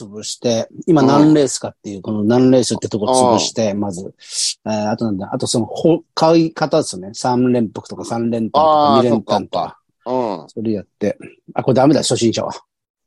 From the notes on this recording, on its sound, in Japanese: ZOOMで収録